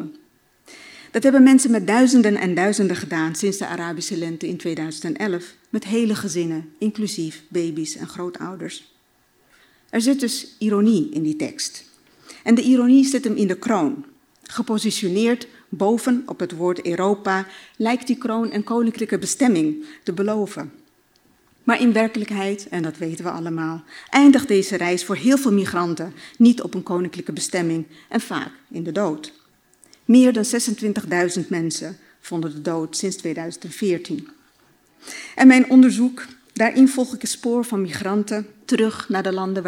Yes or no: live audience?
yes